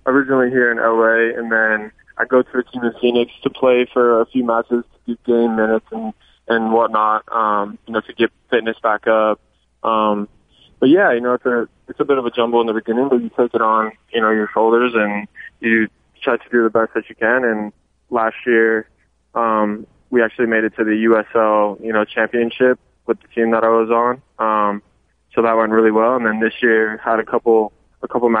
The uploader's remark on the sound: called in to chat